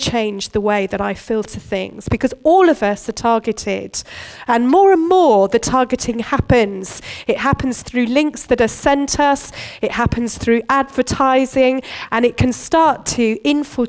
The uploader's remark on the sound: Recorded at Bournville gathering